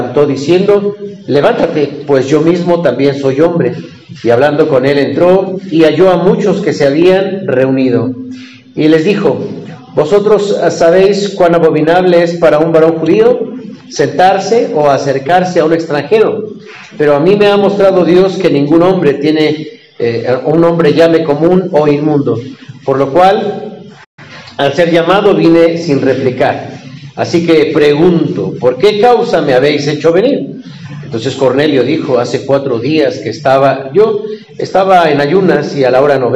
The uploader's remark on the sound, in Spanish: Predica del culto matutino.